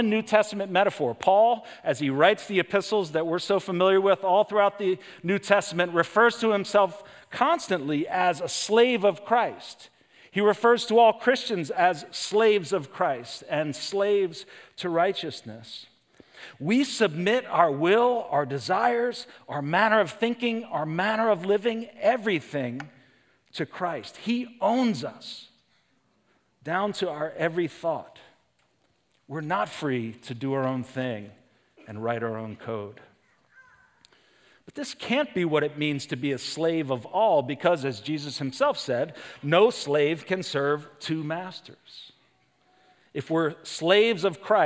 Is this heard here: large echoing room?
yes